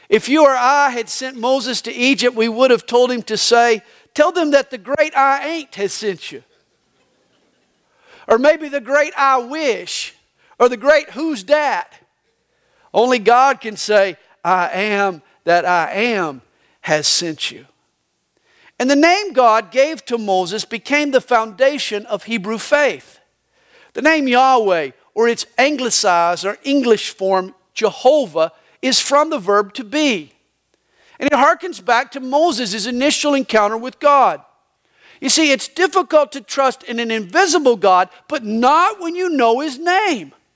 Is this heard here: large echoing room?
yes